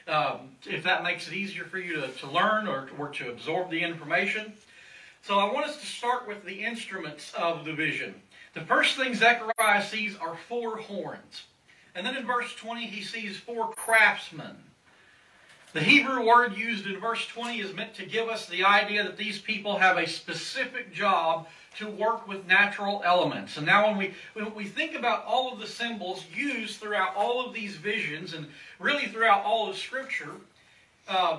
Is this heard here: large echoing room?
yes